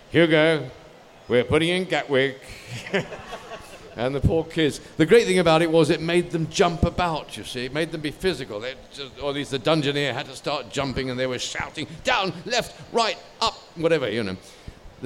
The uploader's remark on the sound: live panel from PLAY Expo London